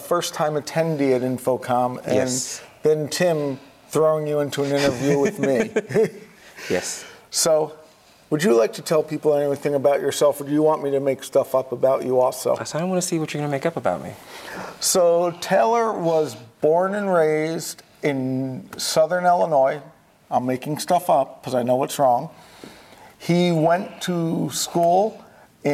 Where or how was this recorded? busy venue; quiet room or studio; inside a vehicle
busy venue